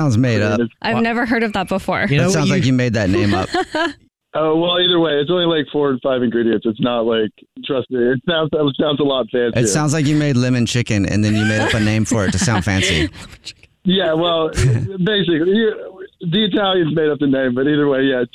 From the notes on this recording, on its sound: A Phone Prank